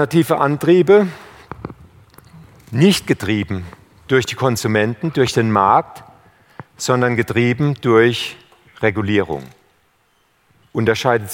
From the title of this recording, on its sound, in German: beim auto motor und sport Kongress 2019